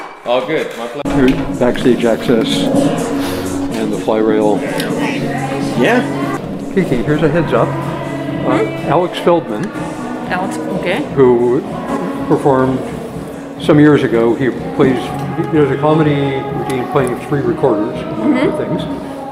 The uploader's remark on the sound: The Moisture Festival Podcast – Live at the 2023 Festival!